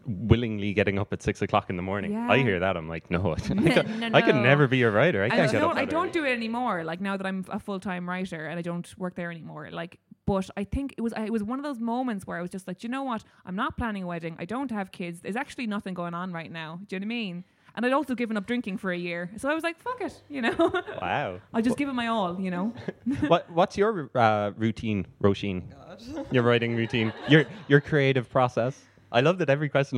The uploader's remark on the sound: Live at Quarter Block Party 2019. The TPOE podcast was back at Quarter Block Party for a live recording.